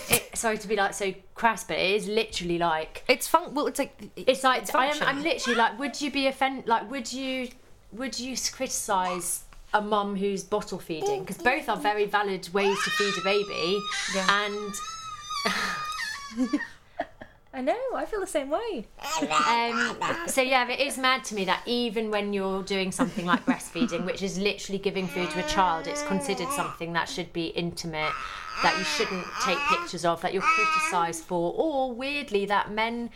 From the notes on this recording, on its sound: Do listen out for the delightful baby noises throughout.